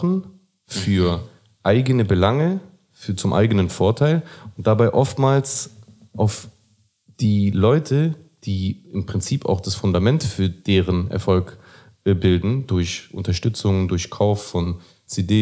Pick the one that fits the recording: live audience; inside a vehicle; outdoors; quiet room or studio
quiet room or studio